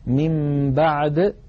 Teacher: إذن إن أتى بعد النون الساكنة أو التنوين باء نقلب النون أو التنوين إلى ميم ثم نخفي تلك الميم عند الباء بتطويل غنتها ويرتفع وتنطبق الشفتان على الميم وعلى الباء انطباقتان واحدة. · Term: القلب